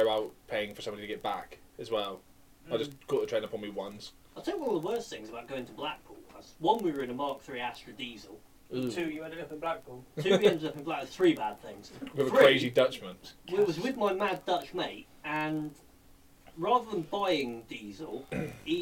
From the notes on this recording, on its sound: We are aware there are some slight audio issues and we do apologise.